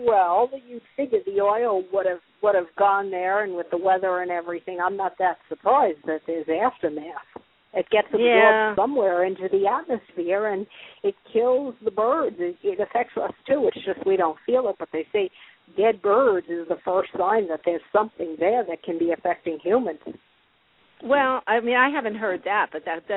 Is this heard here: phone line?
yes